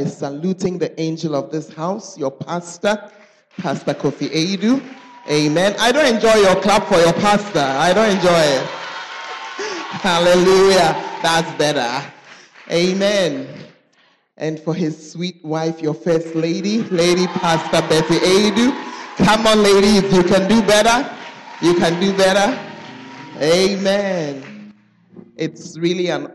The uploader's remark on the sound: Preached at the Charis Conference